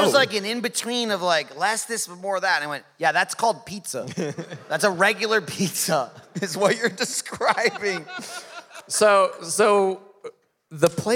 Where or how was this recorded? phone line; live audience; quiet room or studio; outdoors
live audience